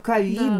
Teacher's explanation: произносится также с глухим «т» на конце